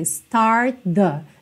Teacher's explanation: Start termina em T. The começa em T, que é um TH na verdade. Então você já junta.